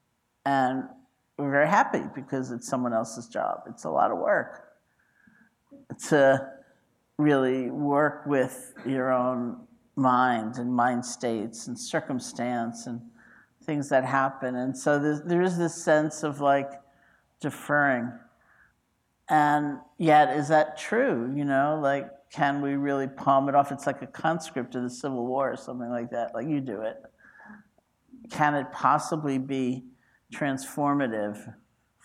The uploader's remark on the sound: The Rubin Museum of Art presents a weekly meditation session. This podcast is recorded in front of a live audience.